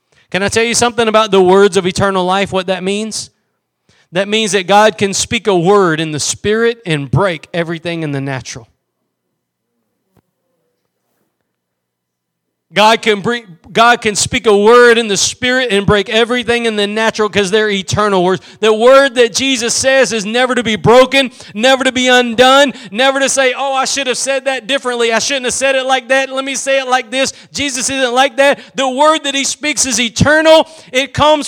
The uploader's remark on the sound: Preached at Gospel Lighthouse in Bossier City, La.